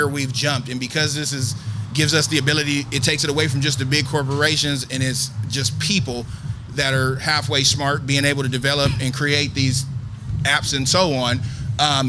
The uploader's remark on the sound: Where we caught the breeze and a vibe as we recorded live from the rooftop at #JackiesPDX, during the Hightop Happy Hour, for #SneakerWeekPDX Media Day.